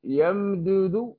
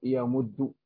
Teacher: ننقل حركة الدال إلى الميم قبلها وساكن · Shown in: second take · Term: الإدغام